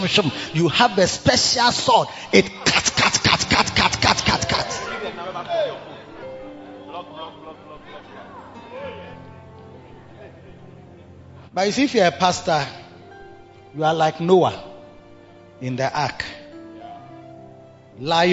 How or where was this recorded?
large echoing room